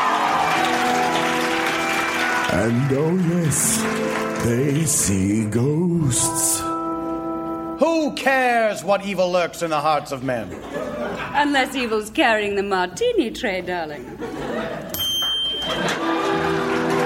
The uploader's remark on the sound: Recorded Live 8/6/2011 at Largo, Los Angeles.